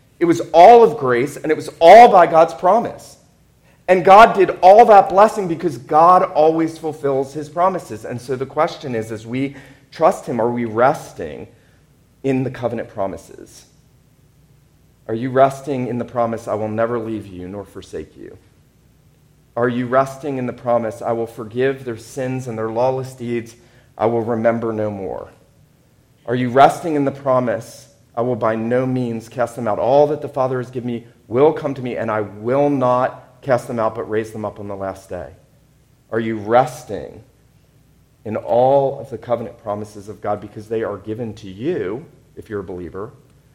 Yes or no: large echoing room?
yes